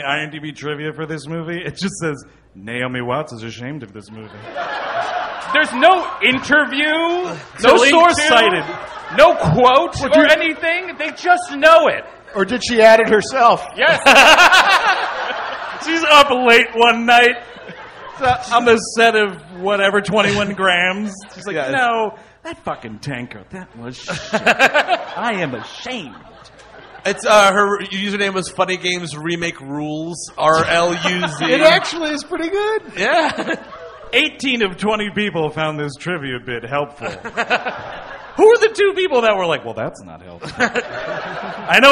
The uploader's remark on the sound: Recorded live